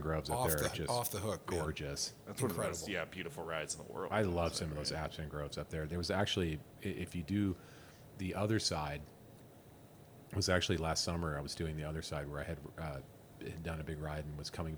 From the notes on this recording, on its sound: Recorded at the iconic Tunnel Creek Cafe, home of Flume Trail Bikes in Incline Village, Nevada at the site of the Ponderosa Ranch and the old TV Western, Bonanza.